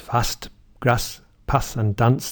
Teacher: In America, the words are fast, grass, path, and dance. In the north of England, it's fast, grass, path, and dance, the same as the trap vowel in the north of England. · Term: bath words